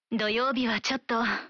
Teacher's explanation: À l'origine, ちょっと veut dire un peu. Mais en allongeant la prononciation à la fin et en diminuant le ton de la voix pour dire ちょっと, on crée une nuance qui caractérise une certaine réticence.